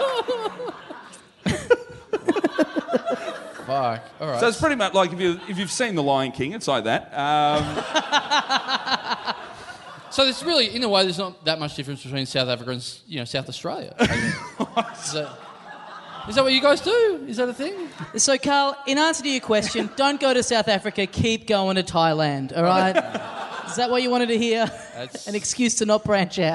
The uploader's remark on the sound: Recorded LIVE at the Rhino Room in Adelaide on November 17, 2015.